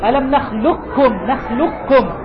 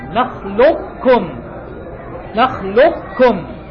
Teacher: إدغام لكن تسمعني فيه صوت التفخيم · Shown in: second take · نخلقكم، هو قاف مشددة لكن تسمعني فيه صوت الاستعلاء الموجود في القاف.